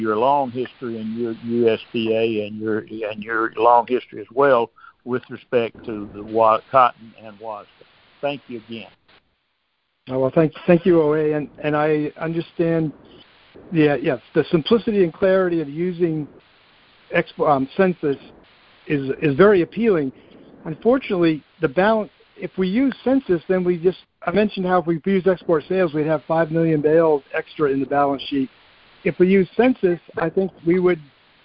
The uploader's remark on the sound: August 2023 Monthly Cotton Conference Call